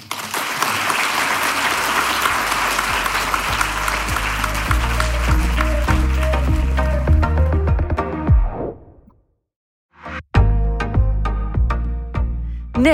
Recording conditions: live audience